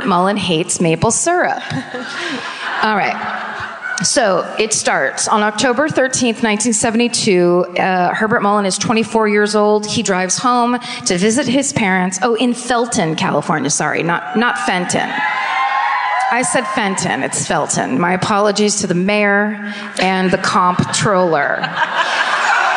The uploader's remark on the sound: Live At The Fox Theater. Onstage in Oakland.